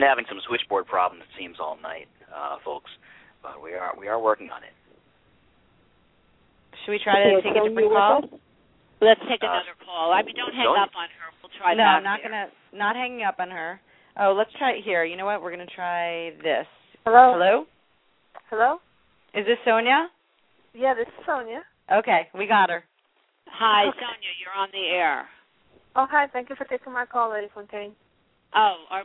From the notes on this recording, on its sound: live call-in radio talk show